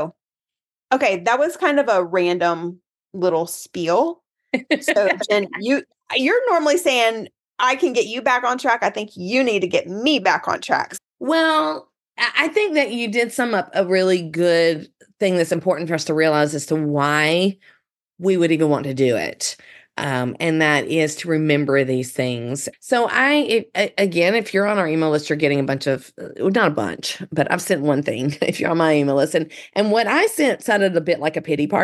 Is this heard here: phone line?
no